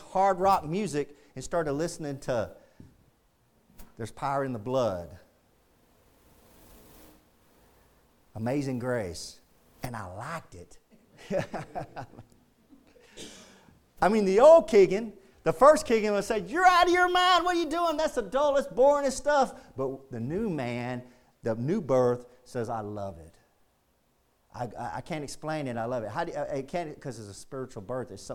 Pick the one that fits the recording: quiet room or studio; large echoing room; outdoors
large echoing room